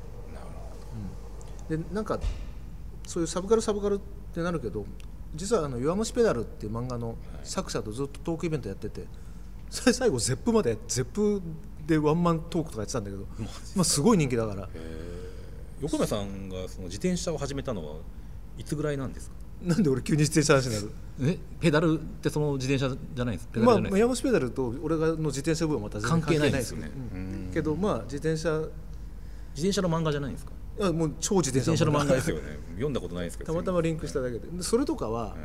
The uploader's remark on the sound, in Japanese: 収録場所：東京カルチャーカルチャー（渋谷）